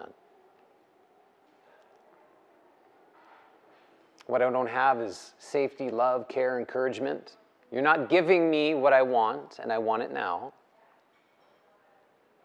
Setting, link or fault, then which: setting, live audience